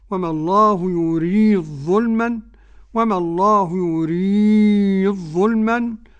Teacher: قرأ السوسي عن أبي عمرو بإدغام الدال في الضاء